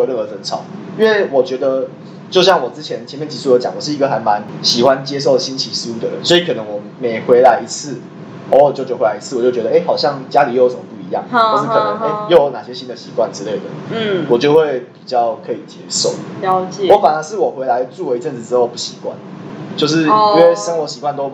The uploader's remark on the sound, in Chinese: 因為錄音地點附近是校園所以會有鐘聲XDD還請大家多多見諒ㅠㅠ。所以有雜音或是音質上的問題還請大家見諒。我們已經入手麥克風設備ㄌ^^。